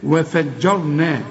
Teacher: الراء المفخمة لأن قبلها مفتوح